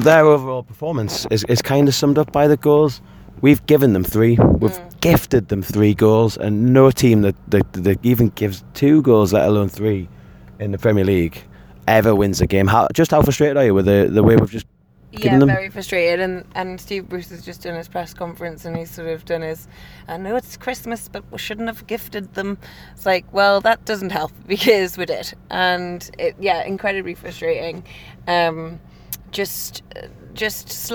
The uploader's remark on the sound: driving back from Manchester